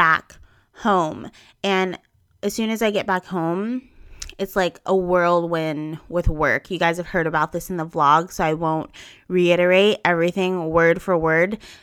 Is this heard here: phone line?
no